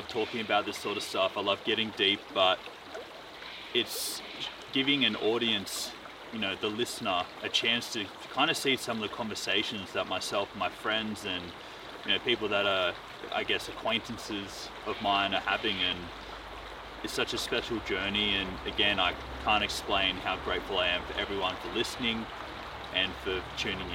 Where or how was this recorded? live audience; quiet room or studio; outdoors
outdoors